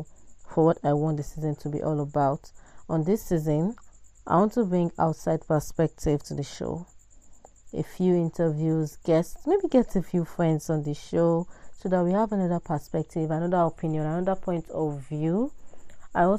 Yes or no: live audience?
no